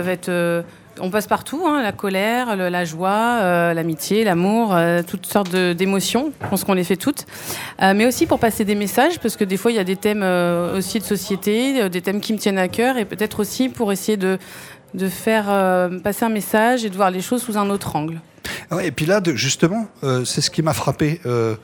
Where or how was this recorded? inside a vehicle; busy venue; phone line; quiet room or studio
busy venue